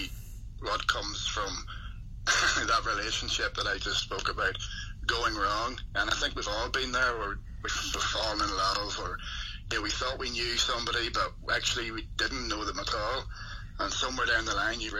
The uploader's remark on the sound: via phone